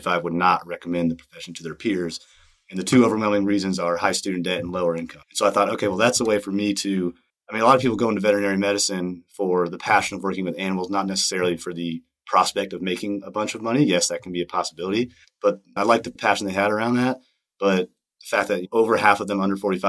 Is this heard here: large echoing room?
no